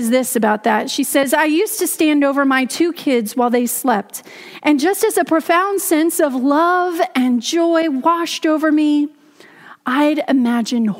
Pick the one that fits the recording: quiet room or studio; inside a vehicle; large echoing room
large echoing room